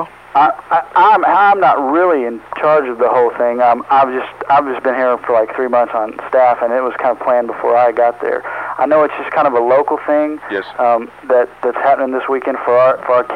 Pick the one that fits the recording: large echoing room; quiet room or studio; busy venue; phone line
phone line